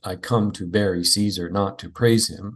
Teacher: I've overemphasized the even-numbered syllables just so you can feel that rhythm. · Term: iambic